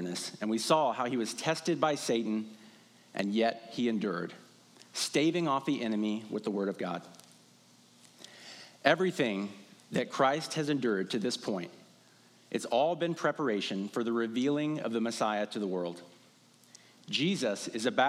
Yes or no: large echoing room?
yes